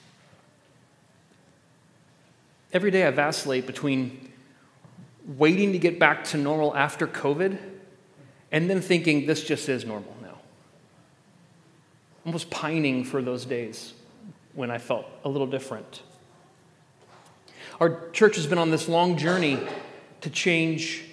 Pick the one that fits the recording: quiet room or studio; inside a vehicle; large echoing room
large echoing room